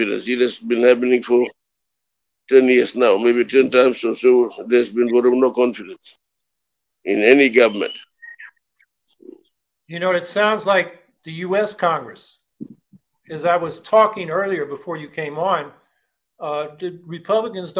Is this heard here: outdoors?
no